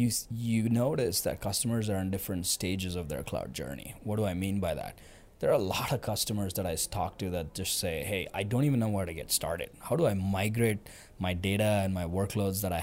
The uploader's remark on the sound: live from Vision Solution Day (VSD) Madrid #VtasVision